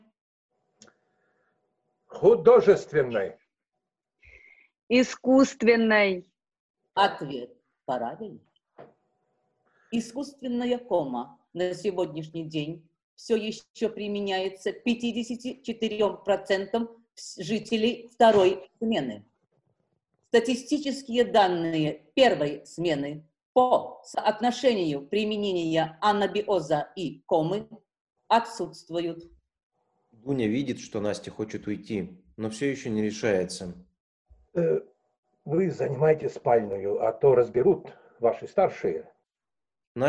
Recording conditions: video call